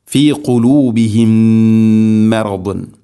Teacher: ഇവിടെ സുക്കൂനുള്ള മീമിന് ശേഷം അടുത്ത മീം ഇദ്ഗാം ചെയ്തുകൊണ്ട്, അതിൻ്റെ പേര് ഇദ്ഗാം മുതമാഥിലൈൻ എന്നാണ്. സുക്കൂനുള്ള മീമിനെ ഹർക്കത്തുള്ള മീമിലേക്ക് ഇദ്ഗാം ചെയ്ത് അഥവാ കൂട്ടിലയിപ്പിച്ച് മണിച്ചുകൊണ്ട് ഉച്ചരിക്കണം.